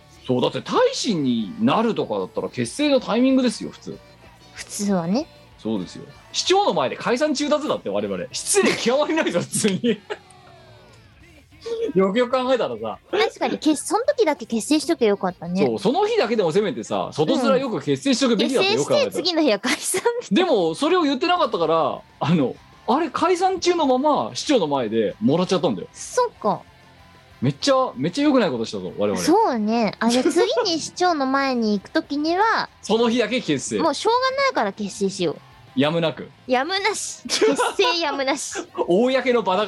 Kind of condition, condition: link, video call